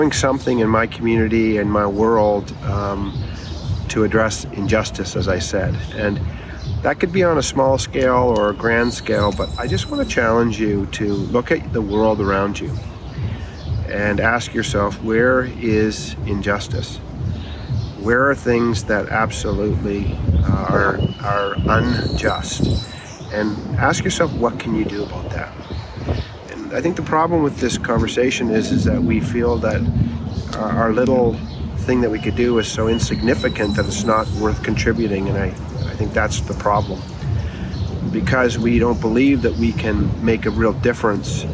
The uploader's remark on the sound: Please overlook the rawness of this episode I recorded on my iPhone out front of the MLK National Parks Museum in Atlanta.